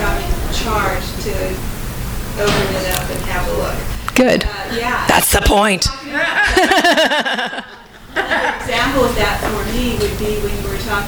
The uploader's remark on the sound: THIS EVENT WAS RECORDED LIVE AT SKYLIGHT BOOKS ON APRIL 6, 2013